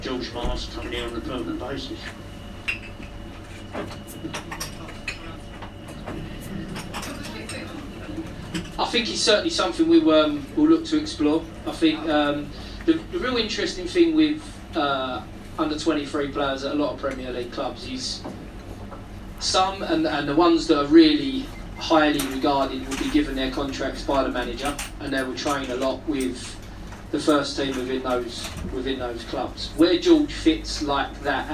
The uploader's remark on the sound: At Leyton Orient Supporters Club. This special Meet The Manager was recorded in the Supporters Club on Wednesday 19th February. A live audience of Leyton Orient fans.